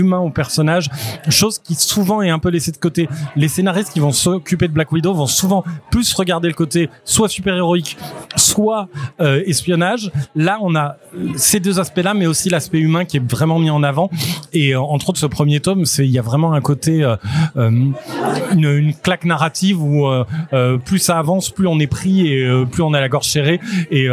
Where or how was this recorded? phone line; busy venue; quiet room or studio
busy venue